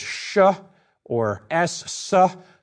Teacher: In the East, that sound weakened to an S, a sibilant sound